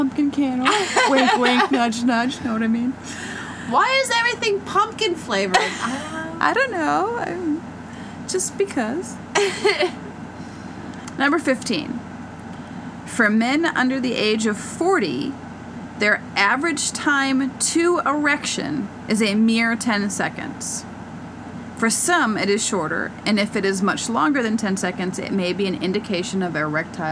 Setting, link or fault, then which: fault, sounds in the background